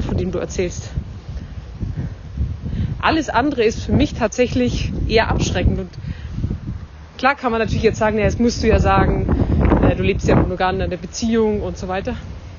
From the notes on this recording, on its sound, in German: Aus privaten Sprachnachrichten wird nun ernst - aus dem Smartphone in die Öffentlichkeit!